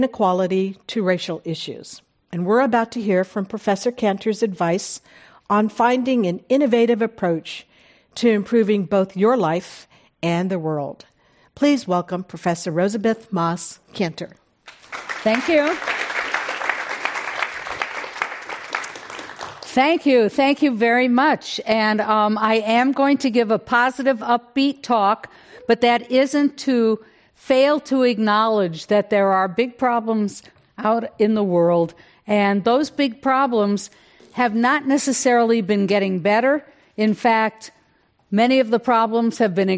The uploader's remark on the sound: This program was recorded in front of a live audience at The Commonwealth Club of California in San Francisco on March 3rd, 2020.